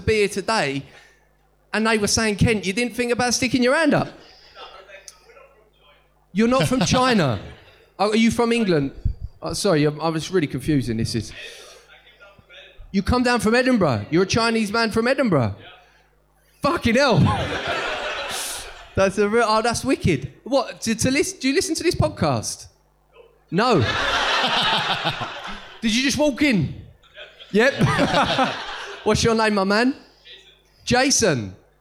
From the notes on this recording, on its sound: Live From London. We record live from Top Secret Comedy Club this week.